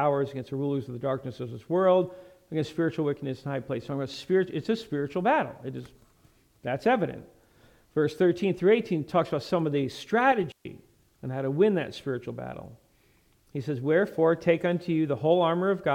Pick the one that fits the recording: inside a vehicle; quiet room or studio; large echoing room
large echoing room